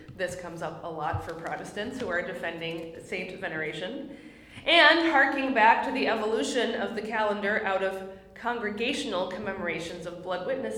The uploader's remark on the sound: My lecture at the Parkville Plus seminar hosted by Australian Lutheran College in Adelaide, South Australia